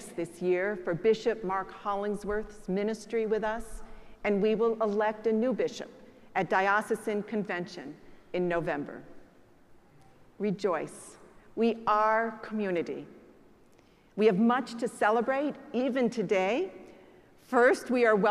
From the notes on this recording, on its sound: preached at the celebration of the Holy Eucharist on the Fourteenth Sunday after Pentecost.